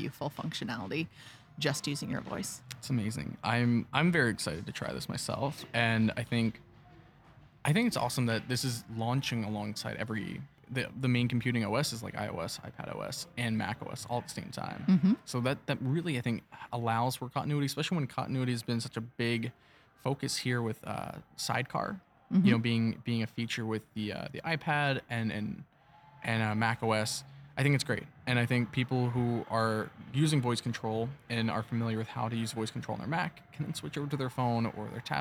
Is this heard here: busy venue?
yes